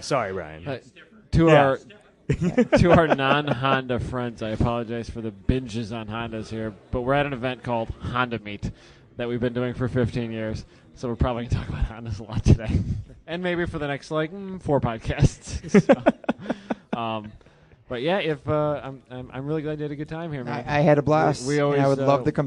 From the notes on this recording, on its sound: Live at HondaMeet15 at Gingerman Raceway in South Haven, MI